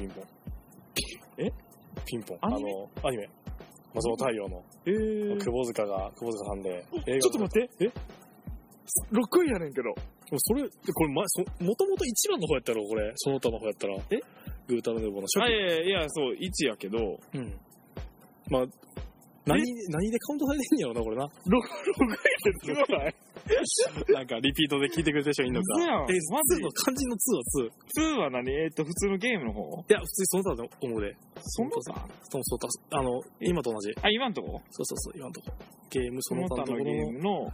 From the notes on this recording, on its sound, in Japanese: 今回はひっさしぶりに集まったので、公園をダラダラ歩きながらダラダラ話してみました。時々人が通る時に恥ずかしがる。代々木公園ロケ！！